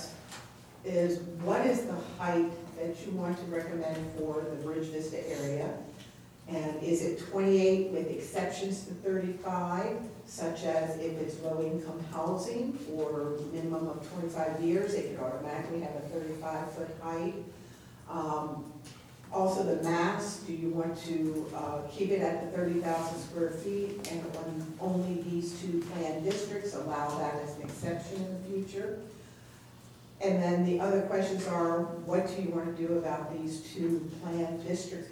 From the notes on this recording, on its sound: Live recording of the Astoria Planning Commission meeting. Note that the meeting begins with the APC convening briefly as the Traffic Safety Committee.